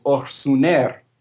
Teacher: Okay, so then we have orsun, which means household, and then if you add the um, instrumental suffix to that, it becomes orsuner, by a household. And the reason that it's er and not ar is because the previous vowel is u, which is plus atr. And so you have to add a plus atr vowel, which is er.